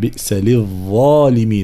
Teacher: ظاء مشالة مخرجها طرف اللسان مع أطراف الثنايا العليا. نعم بئس للظالمين هكذا.